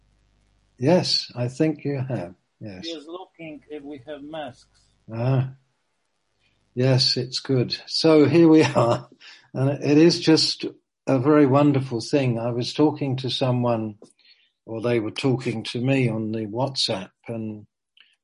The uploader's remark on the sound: (Zoom) - Teign Valley Sessions - 19:00